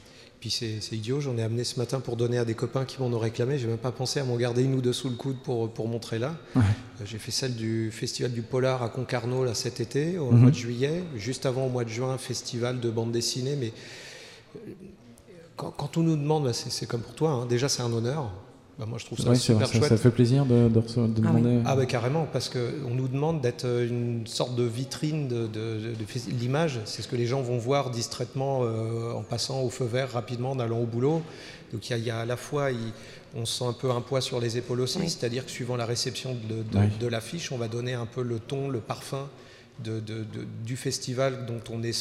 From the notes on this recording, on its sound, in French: Voici l’émission spéciale réalisée lors du Festival A Tours de Bulles 2019, par nos chroniqueurs BD.